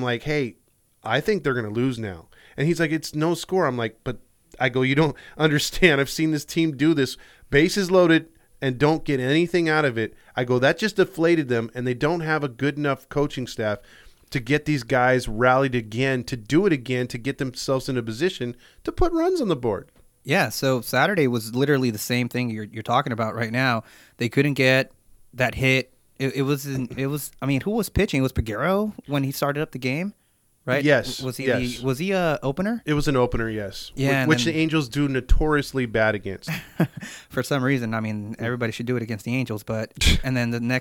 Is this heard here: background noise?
no